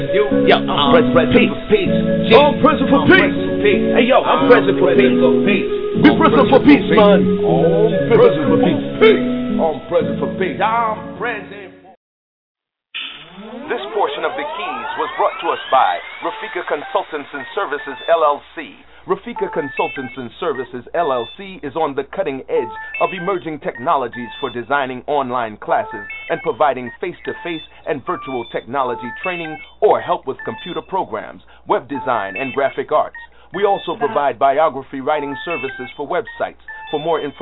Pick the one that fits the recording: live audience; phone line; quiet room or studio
phone line